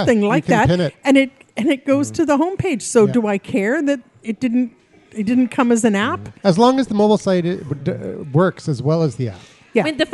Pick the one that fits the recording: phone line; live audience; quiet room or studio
live audience